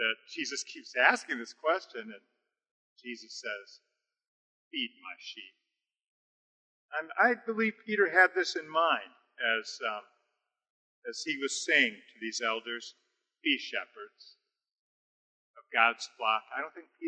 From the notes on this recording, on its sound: We apologize for the low audio quality. We had some technical difficulties.